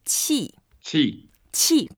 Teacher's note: It's a fourth tone, and you go down. When we use fourth tone, we actually try to make it very heavy and like a ouch sound or angry sound.